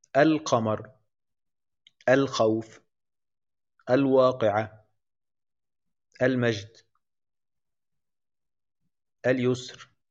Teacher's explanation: يعني الحروف اللي جت بعد ال التعريف تنطق فيها اللام. القمر، الخوف، الواقعة، المجد، اليسر. · Term: اللام القمرية